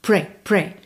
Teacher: Pensa em spray, ok? Que do P vai direto pro R